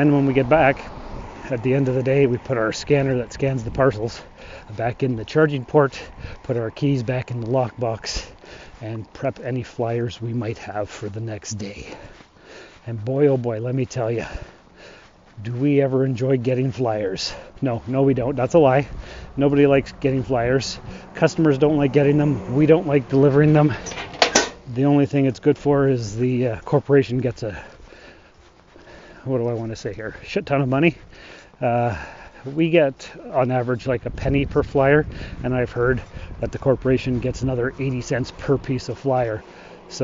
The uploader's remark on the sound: This week is a walk and talk type show. I will be walking along on my mail route.